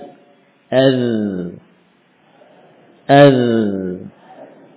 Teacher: Ujung lidah. Nempel kemana? Ke ujung gigi seri. · Term: huruf zal